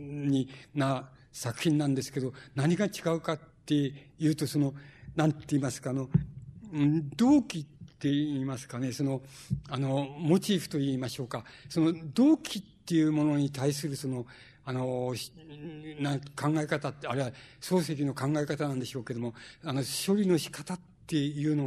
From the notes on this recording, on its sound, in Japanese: 主催：紀伊國屋書店。場所：新宿・紀伊國屋ホール。音源は主催者提供。